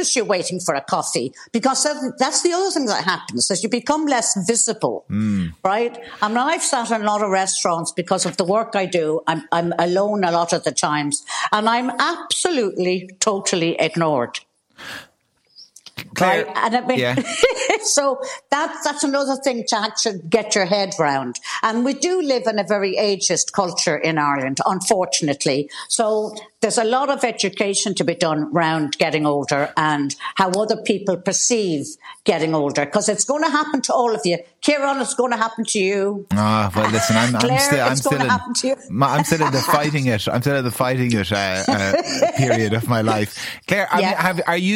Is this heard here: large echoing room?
no